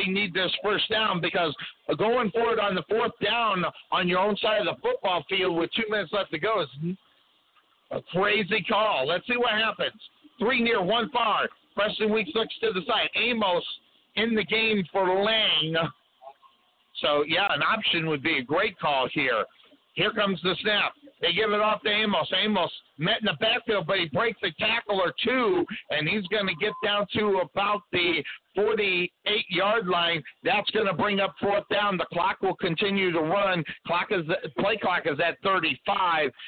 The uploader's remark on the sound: LIVE FROM COTTON BOWL STADIUM!